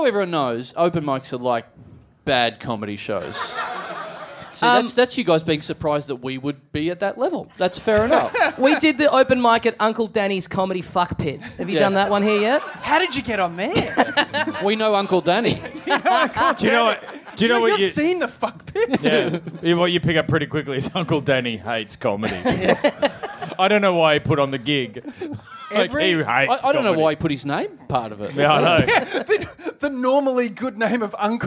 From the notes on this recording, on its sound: Recorded LIVE at Union Hall in New York on August 2, 2017.